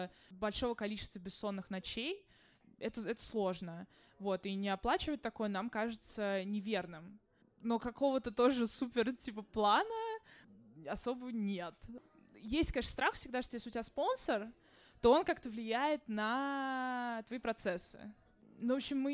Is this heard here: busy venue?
yes